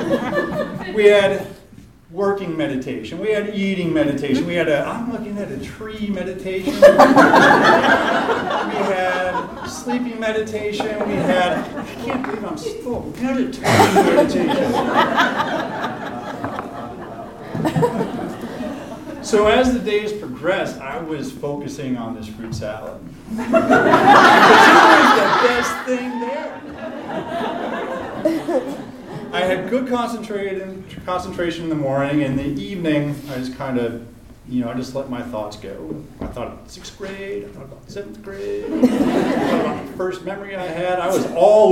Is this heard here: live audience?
yes